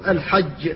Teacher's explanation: منهم يقول الحج، فعلى الإنسان أن يكون متوسطا بينهما فيقول الحج، فيحافظ على الشدة وعلى الانفتاح وعلى الجهر . وأهل الأداء يعودون الناس على النطق بالجيم في مثل هذا